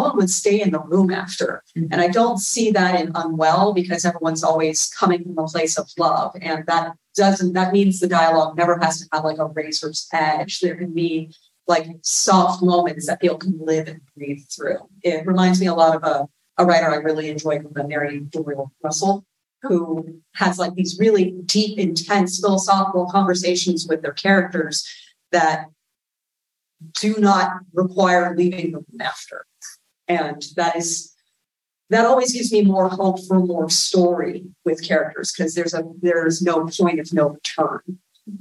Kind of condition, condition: setting, large echoing room